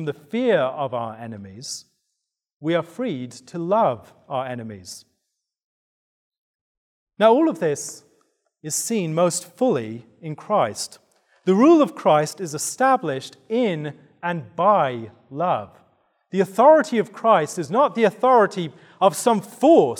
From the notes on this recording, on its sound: given at the 2023 Theopolitan Ministry Conference